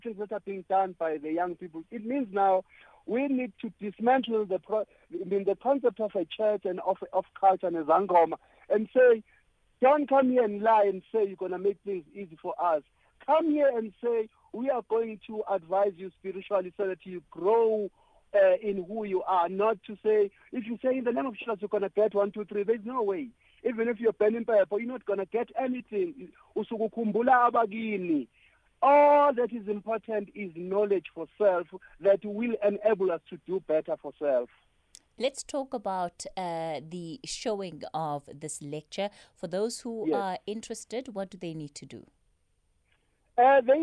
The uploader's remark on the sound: joined on the line